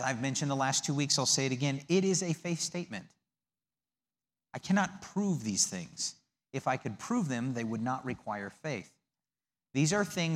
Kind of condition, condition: setting, large echoing room